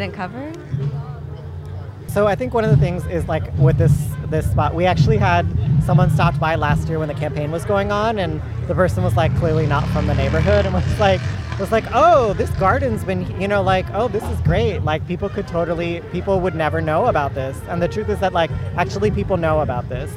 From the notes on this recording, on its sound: Oakland’s Eastside Arts Alliance held its 18th Annual Malcolm X Jazz Arts Festival in San Antonio Park… and KPFA’s First Voice Apprentices were there too! We brought back interviews, sights and, of course, sounds of our community in concert.